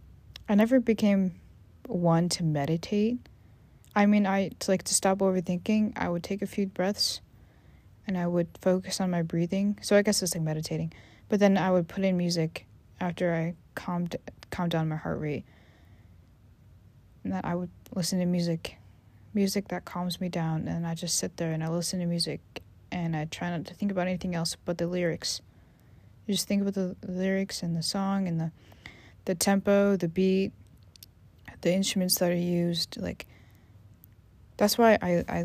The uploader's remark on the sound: Please forgive me as there a lot of background noises. I move around a lot at some point.